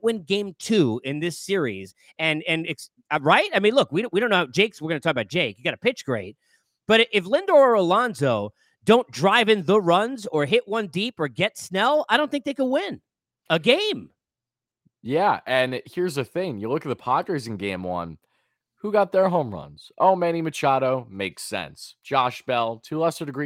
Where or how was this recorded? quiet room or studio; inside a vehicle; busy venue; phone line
quiet room or studio